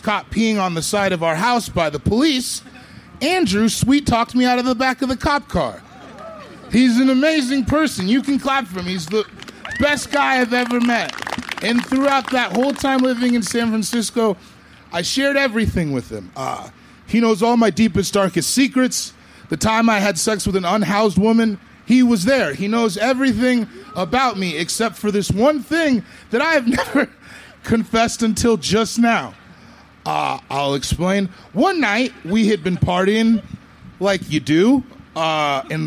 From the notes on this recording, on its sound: This story was recorded live, outdoors at Buntport Theater